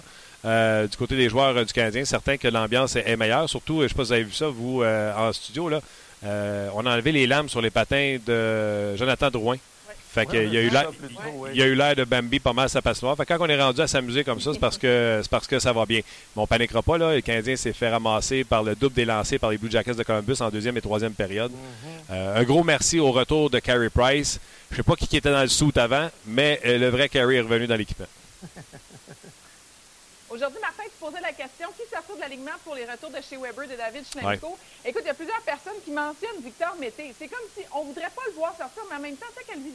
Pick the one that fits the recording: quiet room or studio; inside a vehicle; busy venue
busy venue